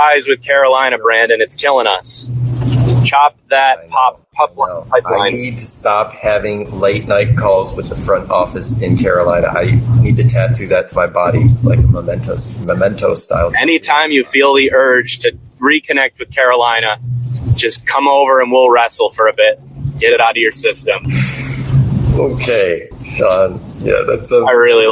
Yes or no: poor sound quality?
yes